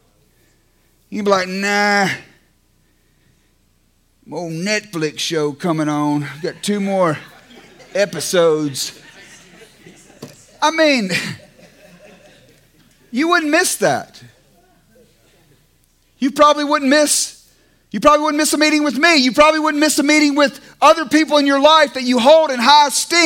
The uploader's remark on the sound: It is captured in front of a LIVE audience at Good Landing’s Friday Night Recovery Church experience!